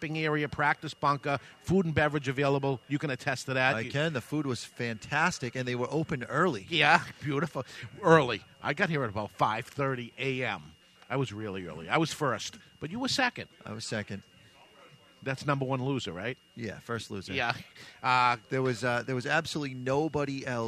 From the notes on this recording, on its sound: Live from the CANH Golf Tournament (Cigar Association of NH)